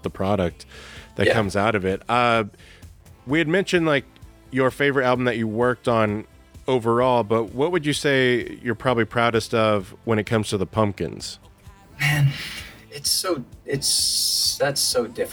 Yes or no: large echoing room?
no